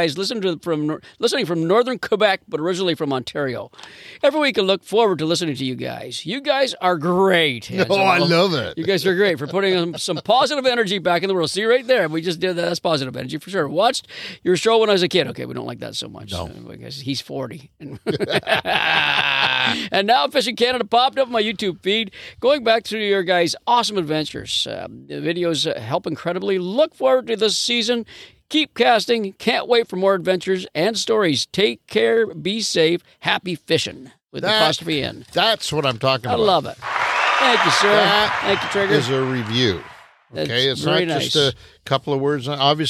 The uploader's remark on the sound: LIVE from The Sportsman's Inn. LIVE from a balcony of the Sportsman's Inn in Killarney, Ontario!